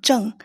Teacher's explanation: And the first character, the first character is the fourth tone